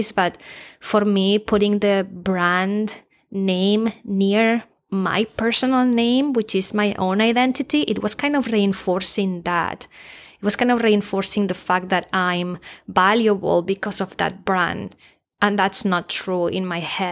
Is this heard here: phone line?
no